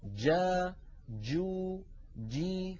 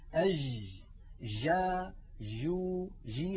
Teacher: أما ما نسمعه في كثير من العاميات المعاصرة، أج جا جو جي، هذه جيم رخوة، جيم هي ولكنها ليست الجيم الفصيحة المنقولة لنا في التلاوة القرآنية · Shown in: second take